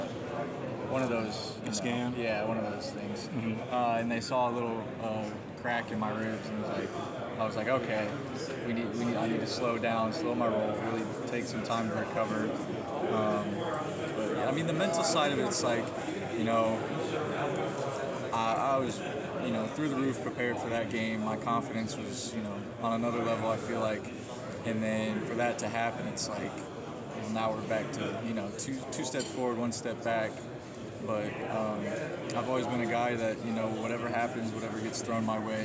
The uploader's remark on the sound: During the Sun Belt Media Day event in New Orleans July 25.